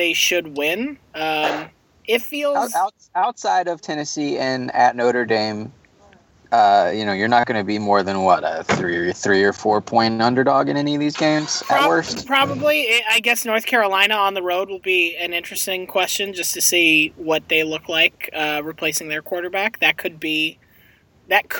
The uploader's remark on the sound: He's in a car, which sounds way better than you expect it to, really.